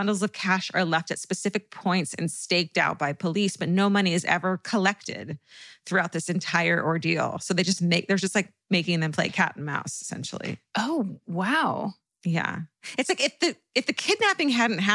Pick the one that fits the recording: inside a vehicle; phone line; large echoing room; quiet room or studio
quiet room or studio